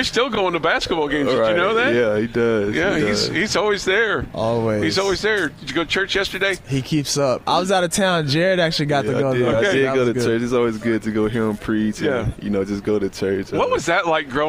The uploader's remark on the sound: while on location at the Tee off for Kids Covenant Golf Tournament